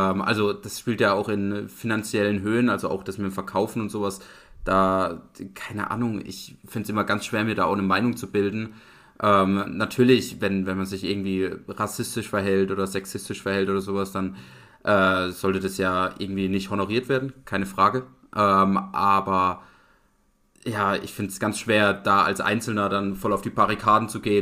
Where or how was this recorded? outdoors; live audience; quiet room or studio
quiet room or studio